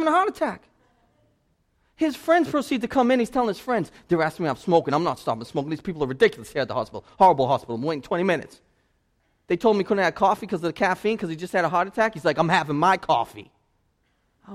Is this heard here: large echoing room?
yes